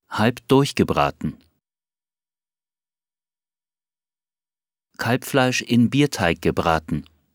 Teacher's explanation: B. D. G. S. Am Wort- und Silbenende. Hart.